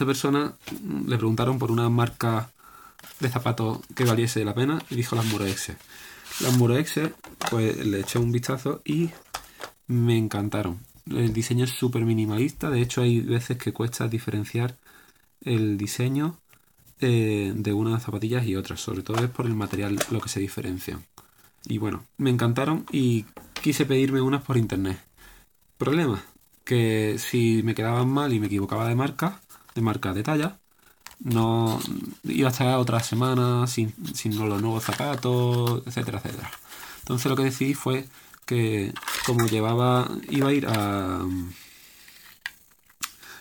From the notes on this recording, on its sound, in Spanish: Perdón por el ruido.